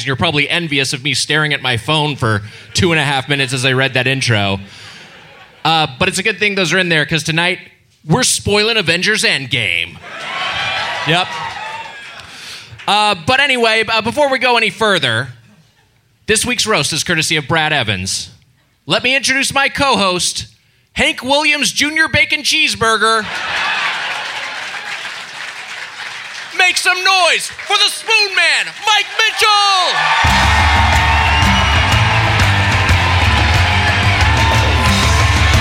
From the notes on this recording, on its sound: Recorded live on April 11th, 2019 at Zanies in Nashville, TN.